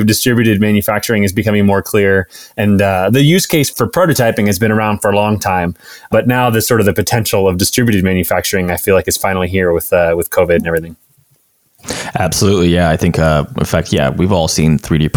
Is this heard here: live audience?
no